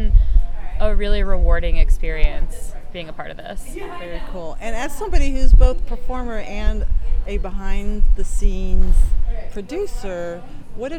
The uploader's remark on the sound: Producer Minisode Compilation from 2023 Lysistrata Comedy Festival. I apologize for the wind noise that happens in some of the recordings. Every attempt was made to eliminate it as much as possible.